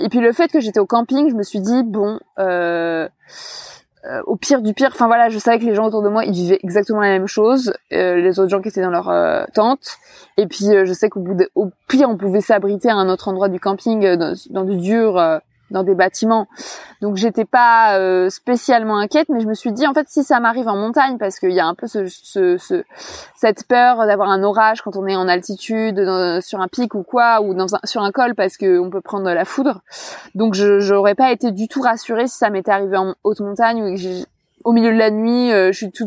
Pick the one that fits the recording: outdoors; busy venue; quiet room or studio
outdoors